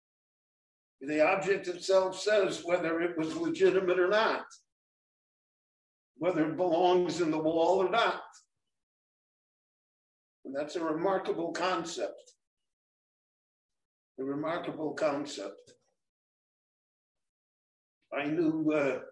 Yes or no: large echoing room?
yes